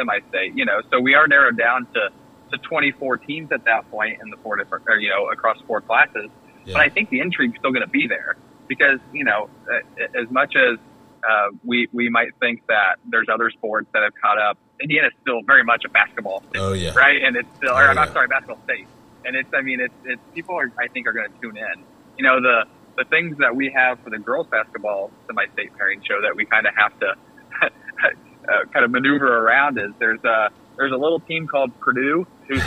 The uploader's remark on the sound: called into the garage